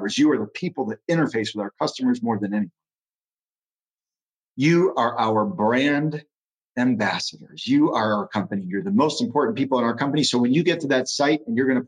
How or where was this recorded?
video call